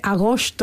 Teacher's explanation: Pensemos que hay gente que dice agosto, ¿no? Con una S muy, muy atrasada, todas las S que hay, por ejemplo, en la América hispana.